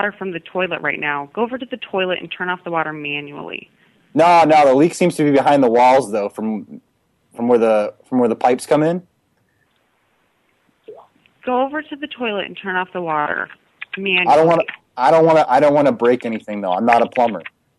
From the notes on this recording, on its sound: Personal Prank Phone Calls Collection